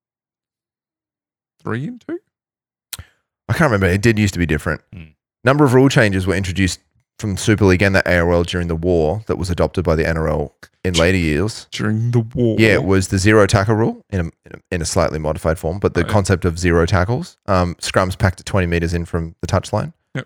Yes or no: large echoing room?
no